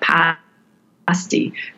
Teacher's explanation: So I say pasty and that ah sound, where in the UP you might hear people say something where that ah sound goes back further and down in the mouth to more something more like pasty versus pasty, pasty.